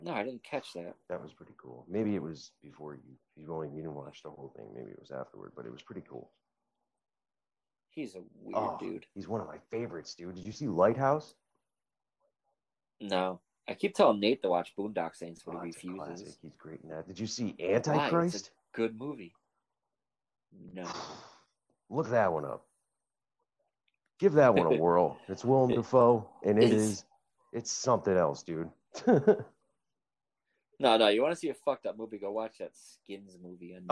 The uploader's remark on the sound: This episode will sound a bit different. I am recording remotely with a friend back home.